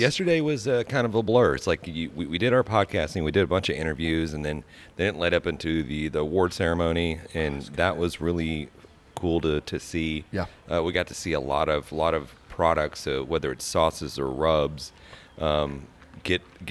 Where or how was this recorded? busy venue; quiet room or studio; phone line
busy venue